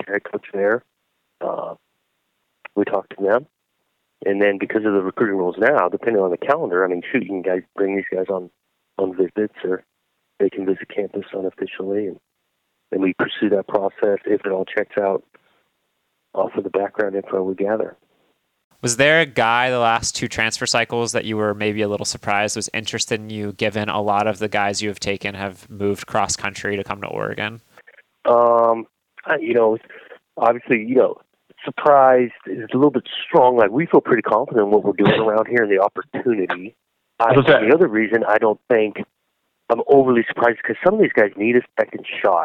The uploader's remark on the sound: got on the phone with Oregon State Head Coach